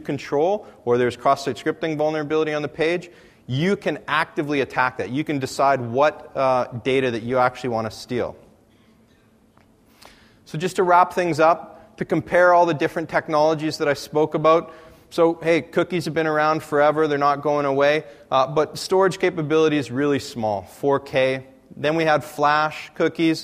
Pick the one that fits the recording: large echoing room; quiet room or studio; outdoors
large echoing room